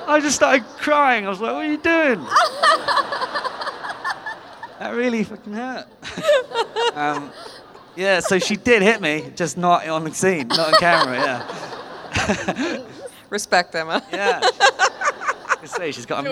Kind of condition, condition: setting, live audience